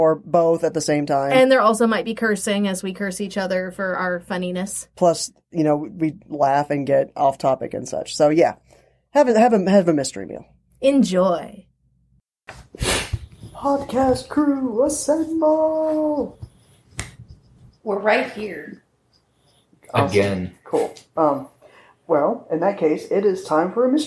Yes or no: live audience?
no